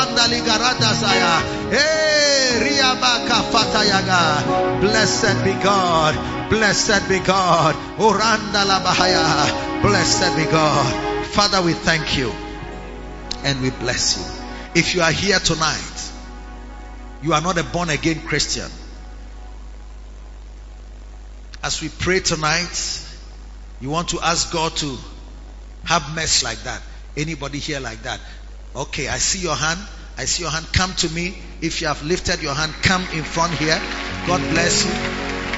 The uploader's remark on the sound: Preached at the Lighthouse Chapel Int.